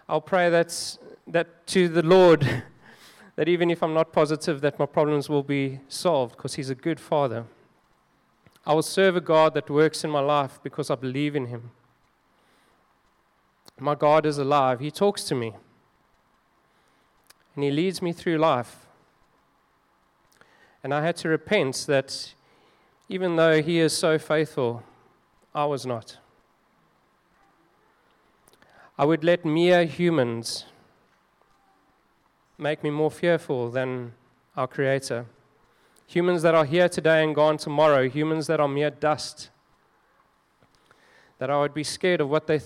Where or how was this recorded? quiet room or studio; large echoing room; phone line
large echoing room